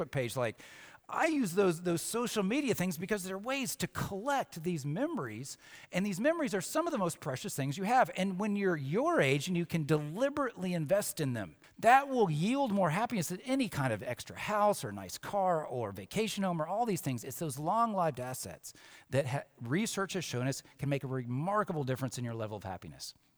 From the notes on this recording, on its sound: Samford University Campus Worship. From Thursday Convocation in Reid Chapel.